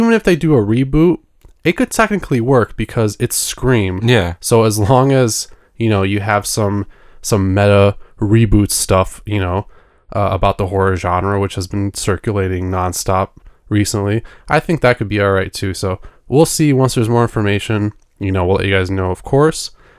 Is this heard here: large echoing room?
no